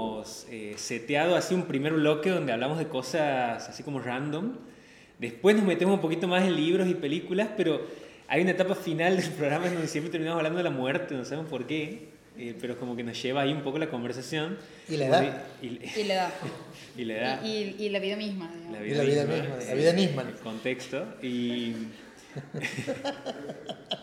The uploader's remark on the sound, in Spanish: Llegamos al final del año y lo cerramos con público, birra y música en vivo.